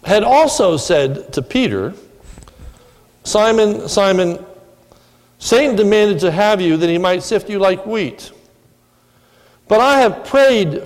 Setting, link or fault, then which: setting, large echoing room